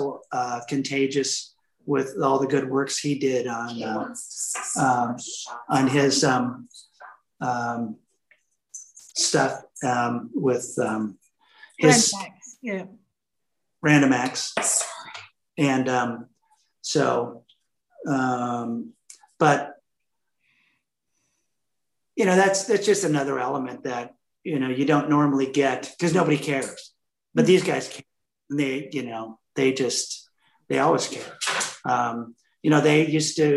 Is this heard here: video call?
yes